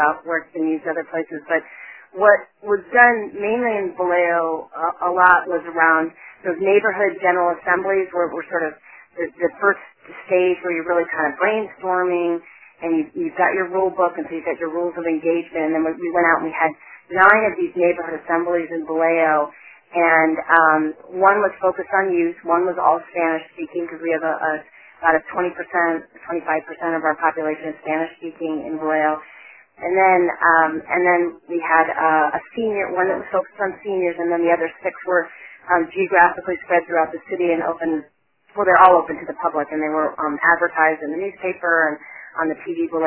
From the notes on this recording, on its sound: On this CommunityMatters conference call recording.